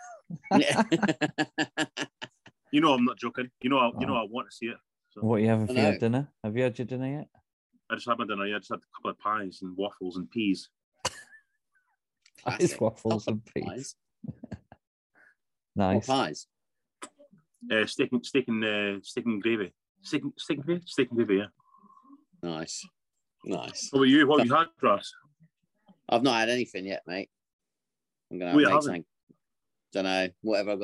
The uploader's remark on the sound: There's glitchy sound